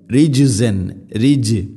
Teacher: ജീമിനെ ഖൽഖല ചെയ്യണം, ശരിക്കും അത് കേൾക്കണം